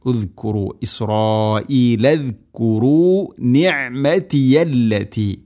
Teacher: നിഅമതി ഐൻ തൊണ്ടയുടെ മധ്യഭാഗമാണ് മഖ്റജ്